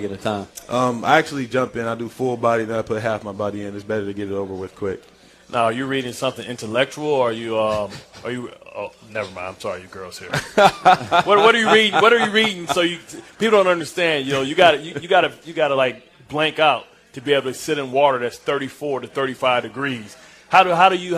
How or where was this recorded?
busy venue